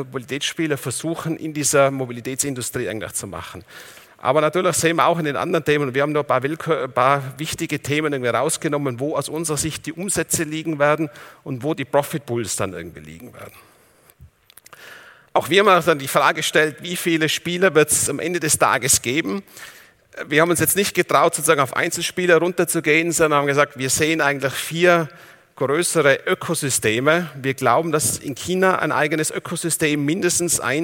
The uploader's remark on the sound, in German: In seinem Vortrag beim auto motor und sport Kongress 2019